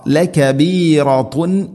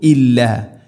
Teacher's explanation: ഇ തൻവീന് ശേഷം ഹംസ, ഇദ്ഹാർ വെളിവാക്കി ഉച്ചരിക്കണം, അവിടെ മണിക്കരുത്.